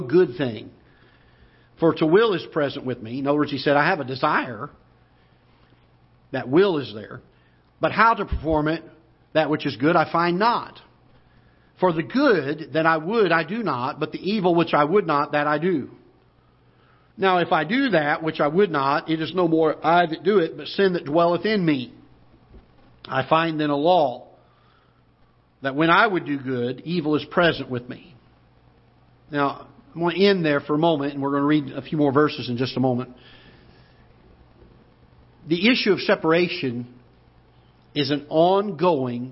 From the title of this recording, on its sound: Ketha Heights Baptist Church ~ Live Broadcast